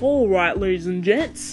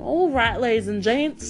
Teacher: The vowels are way too exaggerated. It sounds like he swallowed something, like it's all the way in the back. · Shown in: first take